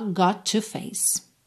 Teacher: Got com to, junta num T só